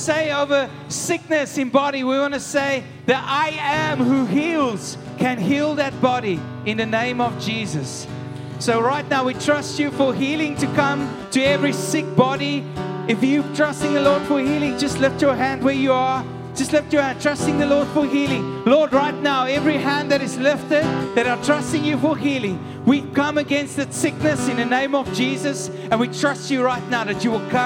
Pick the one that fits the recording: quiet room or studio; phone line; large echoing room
large echoing room